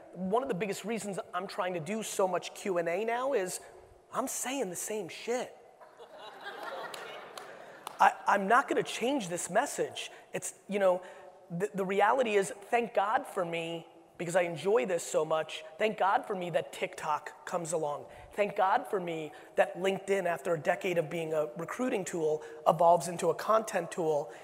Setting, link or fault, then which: setting, live audience